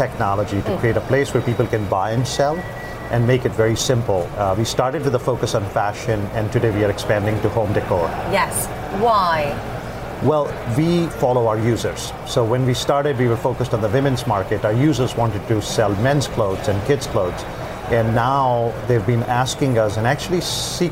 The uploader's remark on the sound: live from the New York Stock Exchange